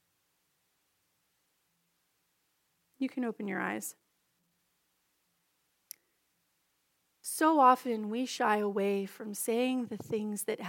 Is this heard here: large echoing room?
yes